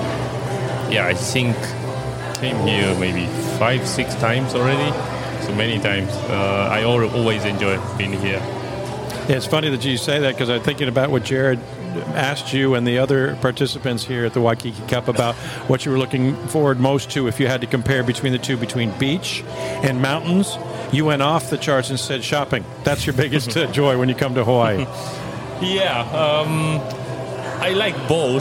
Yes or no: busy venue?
yes